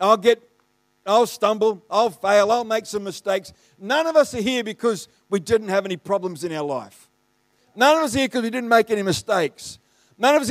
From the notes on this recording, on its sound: The live stream of Destiny Church Atherton.